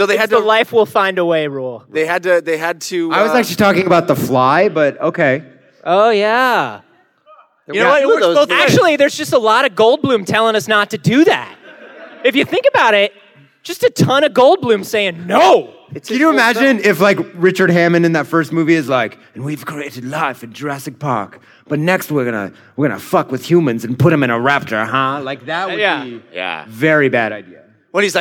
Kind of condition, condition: setting, busy venue